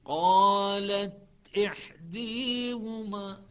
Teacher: فيها رائحة الألف قليلة جدا ولكن رائحة الياء كثيرة جدا فيها · Term: الإمالة